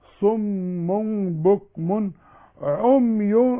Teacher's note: والتنوين اللي بعده عين ما بغنش